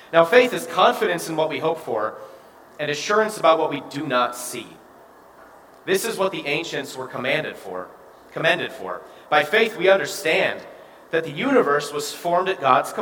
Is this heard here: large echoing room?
yes